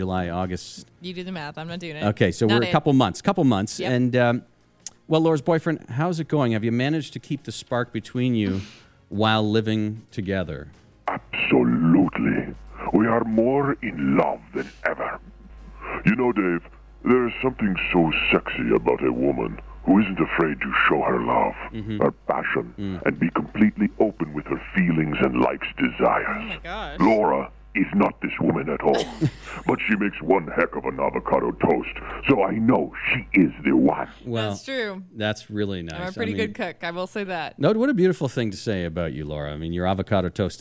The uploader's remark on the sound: we get him on the phone